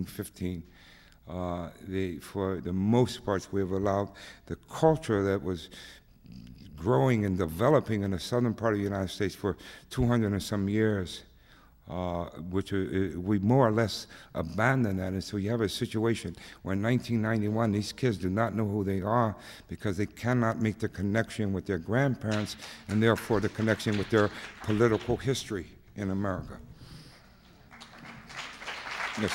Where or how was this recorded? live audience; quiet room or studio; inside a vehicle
live audience